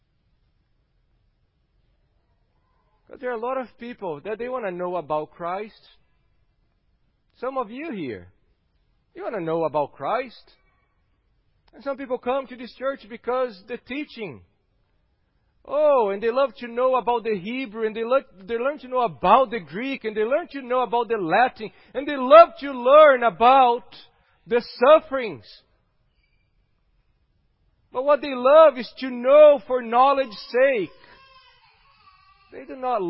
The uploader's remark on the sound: at Gracious Cross Reformed Church Salem on Sunday, February 28th, 2021.